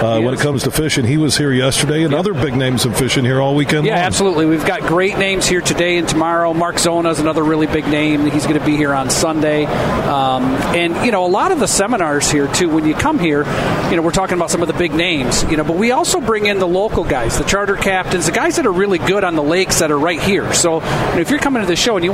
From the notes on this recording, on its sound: Today, we're broadcasting live from the Ultimate Fishing Show Detroit which runs through Sunday at the Suburban Collection Showplace in Novi.